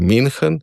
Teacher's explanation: Ü se izgovori kot I, torej München, Münchenski sporazum